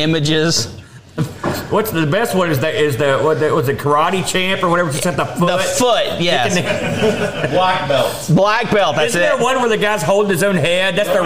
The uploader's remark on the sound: BOATFEST 2023! LIVE ON STAGE!